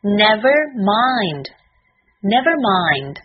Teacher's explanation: 在末尾的 d 发音要弱化